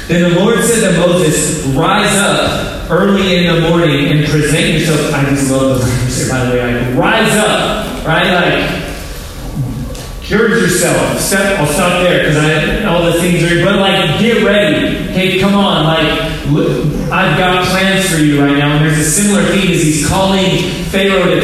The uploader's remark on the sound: low-quality audio